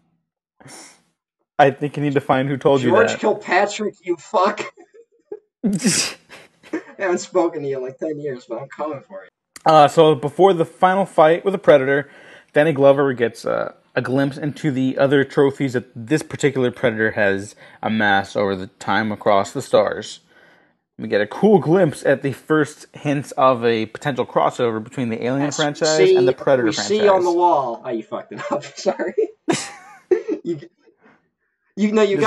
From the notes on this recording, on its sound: deal with more audio issues